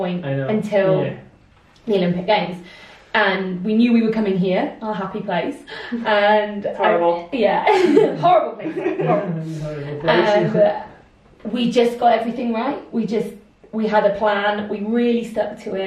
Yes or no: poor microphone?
yes